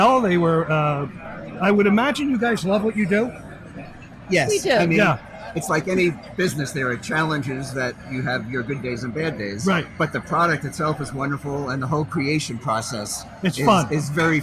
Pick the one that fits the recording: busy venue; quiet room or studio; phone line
busy venue